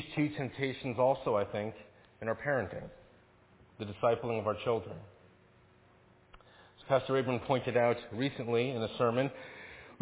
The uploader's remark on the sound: Faith Presbyterian Church – Evening Service